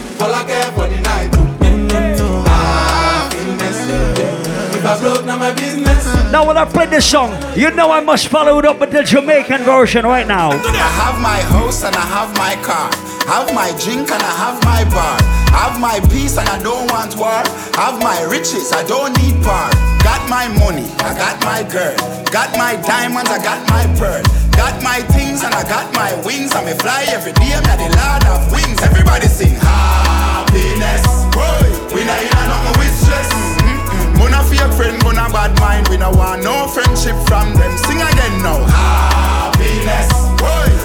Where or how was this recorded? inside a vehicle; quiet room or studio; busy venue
busy venue